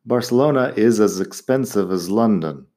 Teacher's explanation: Si lo digo un poco más rápido, apenas estoy pronunciando el as